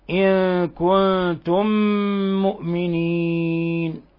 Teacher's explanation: إن كنتم مؤمنين، ميم ساكنة مع ميم متحركة، الحكم التجويدي إضغام مثلين صغير، ندغم الميم الأولى في الميم الثانية مع غنة من الخشوم. ومؤمنين تقدم كثيرا أن هذا عارض للسكون حالة الوقف، وأنه يقصر ويوسط ويمد.